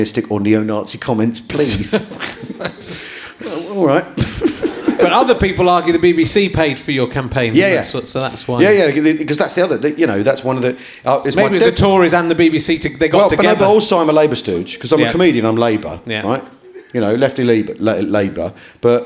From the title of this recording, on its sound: Leicester Square Theatre Podcast